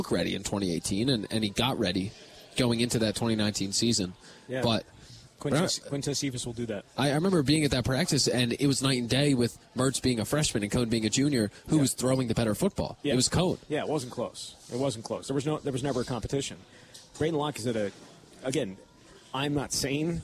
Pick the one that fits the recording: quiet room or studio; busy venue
busy venue